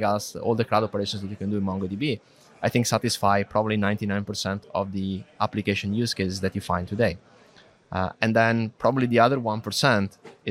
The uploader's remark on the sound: In this special episode recorded live from the MongoDB .local London Conference.